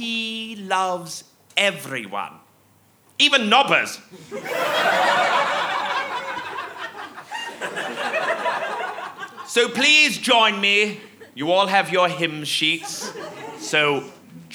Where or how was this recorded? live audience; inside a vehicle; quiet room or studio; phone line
live audience